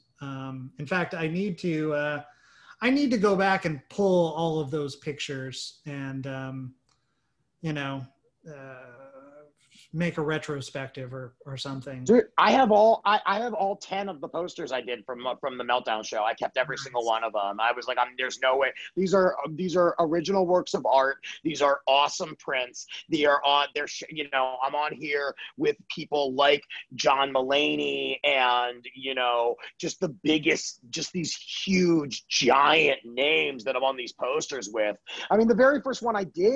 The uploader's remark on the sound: Recorded via Zoom